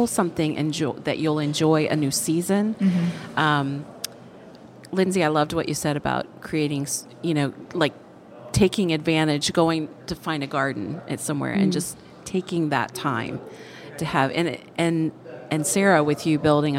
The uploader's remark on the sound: This episode was recorded at Amity Coffee Roasters in Greenwood, DE, as we sipped and savored our conversation and connection over the rims of mugs!